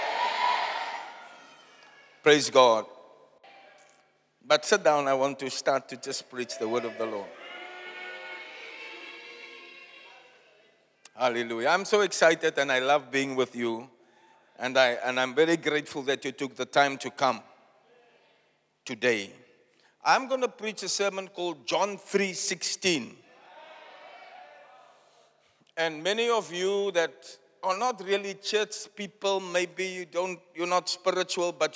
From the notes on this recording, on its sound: Preached at Zion Sanctuary, Cape Town on the 02 July 2023